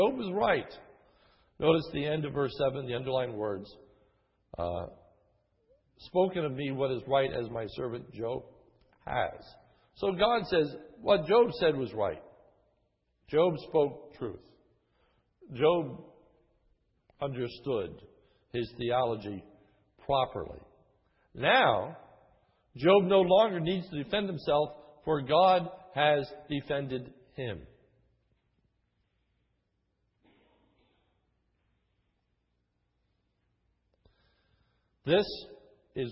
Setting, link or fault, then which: setting, large echoing room